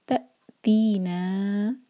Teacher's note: تو حمزہ کا cut off sound clear آنا چاہیے